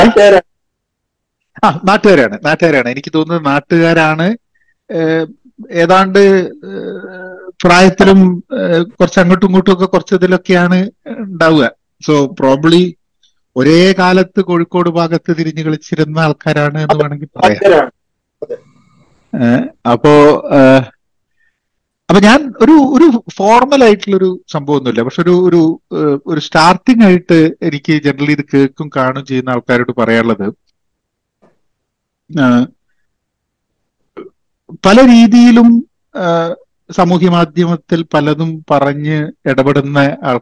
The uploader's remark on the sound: I had a long Zoom call